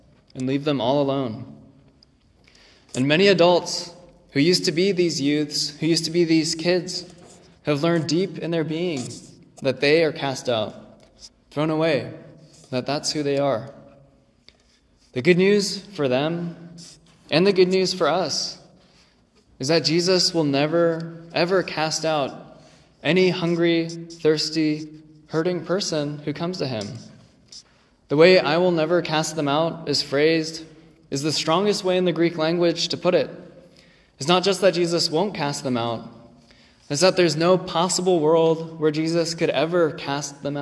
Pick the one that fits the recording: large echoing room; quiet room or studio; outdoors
large echoing room